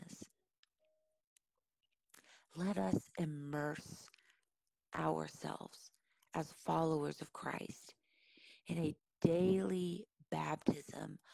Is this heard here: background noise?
yes